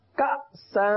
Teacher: جس الف پر جزم آ جائے تو اس کو کس طریقے سے پڑھیں گے جھٹکا دے کر پڑھیں گے اس کو حمزہ ساکنہ کہتے ہیں صحیح نا اس کو حمزہ